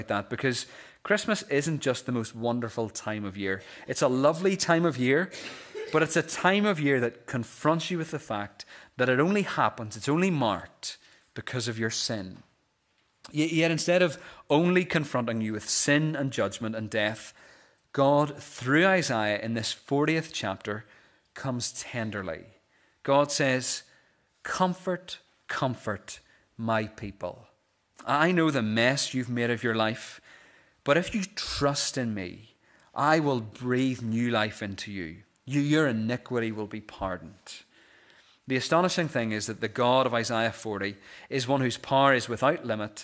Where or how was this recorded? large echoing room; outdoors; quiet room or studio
large echoing room